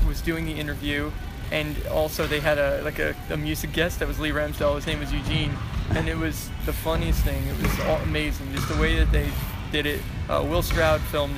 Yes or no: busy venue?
yes